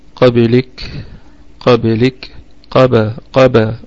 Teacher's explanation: الكاف نراعي فيها الهمسة حالة الوقف